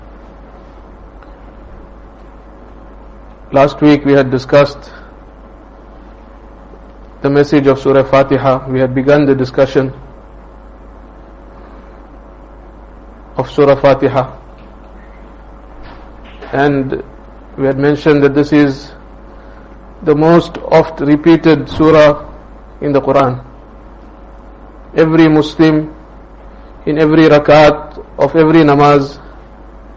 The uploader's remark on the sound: Jumuah lecture at Rockford Musalla